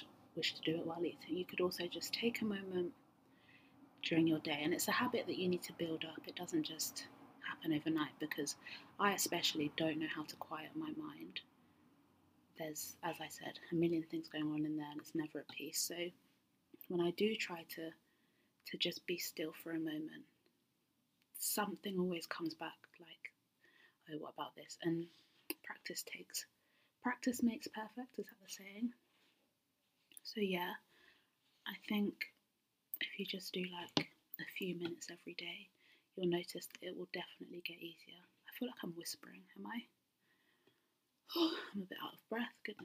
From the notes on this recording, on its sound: I don't have my normal microphone so there is some audio issues